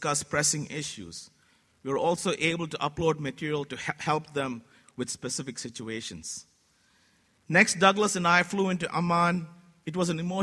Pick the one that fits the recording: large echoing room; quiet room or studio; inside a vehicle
large echoing room